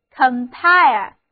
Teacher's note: compile 重音放在第二个音节上